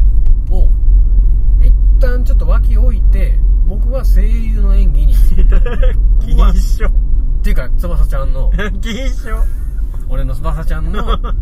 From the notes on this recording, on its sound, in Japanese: ラーメン屋に行く道中に収録しました。